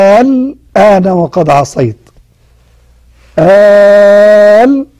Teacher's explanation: ينبغي عليك أن تبدل همزة الوصل هذه بحرف مد وتمدها مدا طويلا، لأن أصبح حرف مد بعده لام ساكنة، فتقول الآن وقد عصيت، الآن، موضعين اثنين في سورة يونس. · Term: المد اللازم الكلمي المخفف